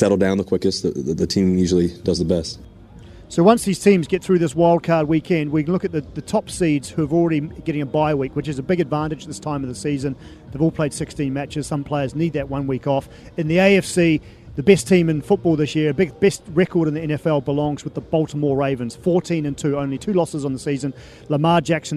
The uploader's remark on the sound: From the rooftop garden of Barasti